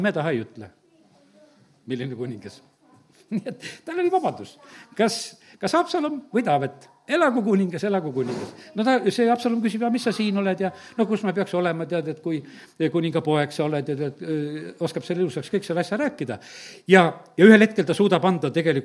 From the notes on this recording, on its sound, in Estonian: Audio salvestus koosolekult